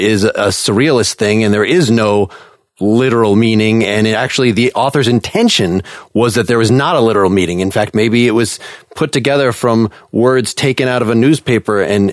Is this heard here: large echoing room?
no